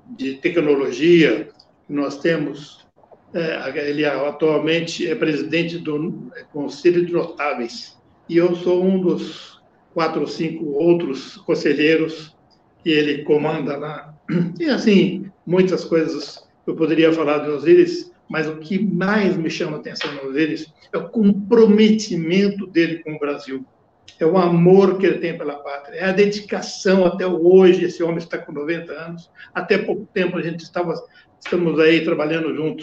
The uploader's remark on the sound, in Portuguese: Esta é a gravação da live que fiz no dia 10/05/2021